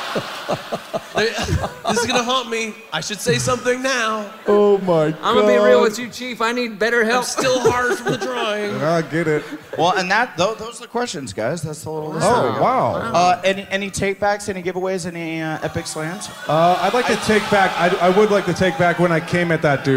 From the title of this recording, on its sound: Live From Boston